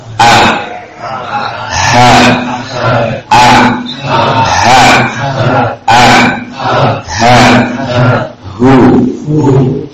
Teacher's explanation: Ini letak makhraj dua huruf ini tepat pada pita suara, ya. Sehingga suaranya ada getaran · Term: aqsal halq